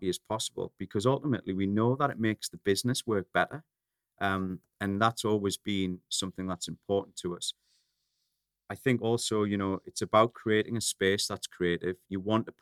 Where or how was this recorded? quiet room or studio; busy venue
quiet room or studio